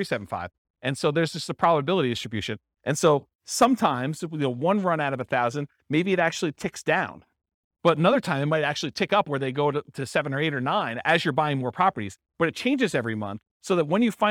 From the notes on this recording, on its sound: This was a live class recorded